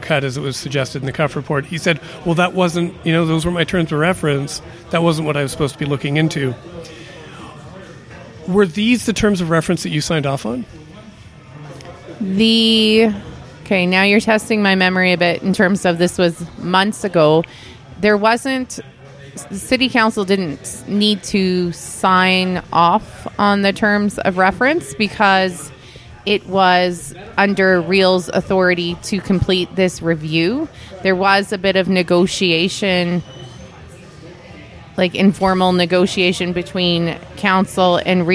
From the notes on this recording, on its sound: Live From Rebellion Taphouse. We celebrate CJTR’s 2023 Radiothon by taking the Queen City Improvement Bureau out of the subbasement and recording our. Meeting before a living-human audience in the Rebellion Taproom in the heart of the Warehouse District.